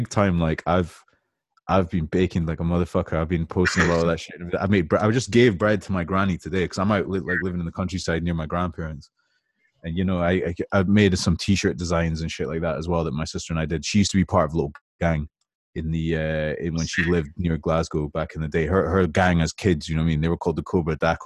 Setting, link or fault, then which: link, video call